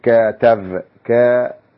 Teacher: هذا الفعل إذا نطقته بالعبرية أجد أنه يتكون من مقطعين فقط، لأنني أطيل حركة المقطع الأول إلى فتحة طويلة وليست فتحة قصيرة